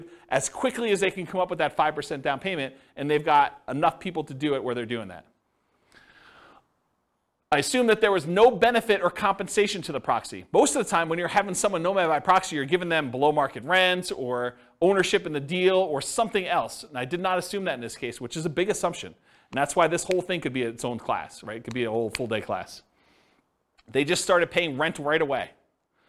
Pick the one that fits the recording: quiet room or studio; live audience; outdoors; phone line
live audience